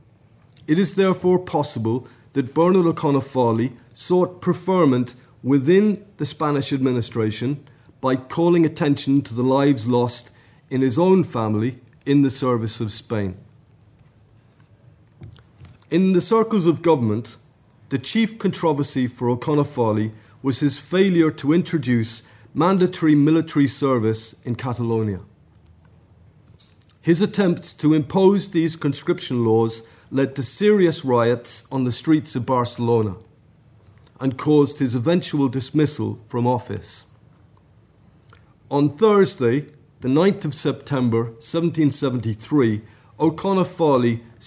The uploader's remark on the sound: at the 2022 Tudor and Stuart Ireland Conference